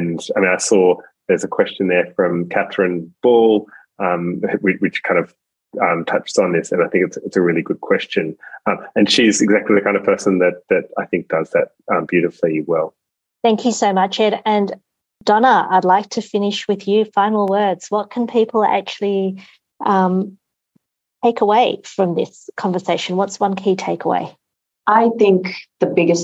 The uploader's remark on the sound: a special online seminar recorded Tuesday, 27 June